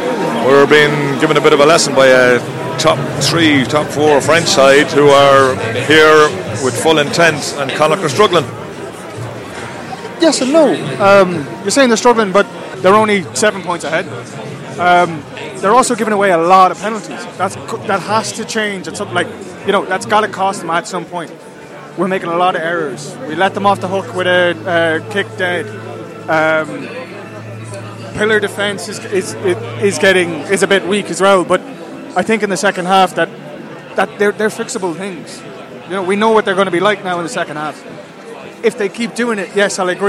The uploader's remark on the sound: give their thoughts in the post match press conference